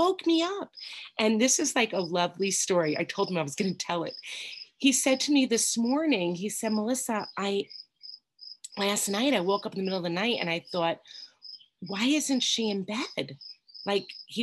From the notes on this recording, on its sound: Recorded at Steps 1 - 3 Workshop on June 19th, 2021 Meeting ID: #89009